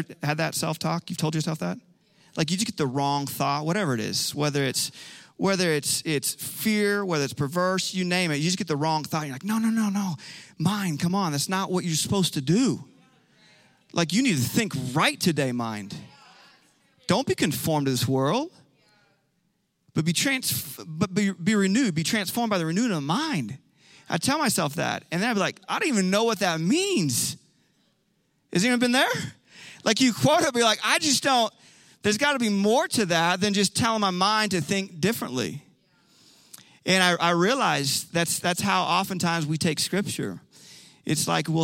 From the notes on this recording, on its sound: Recorded live on 11/14/21.